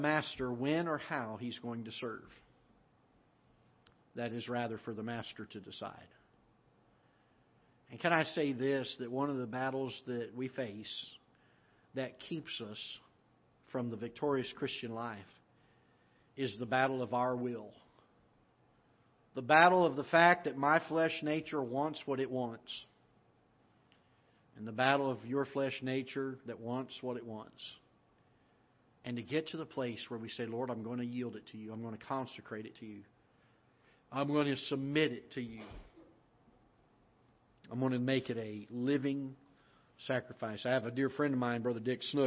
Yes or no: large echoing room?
yes